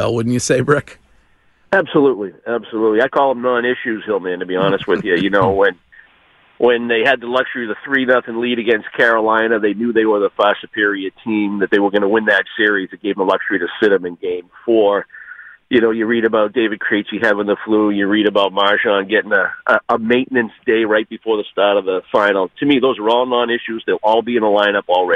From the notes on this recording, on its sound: calls into the show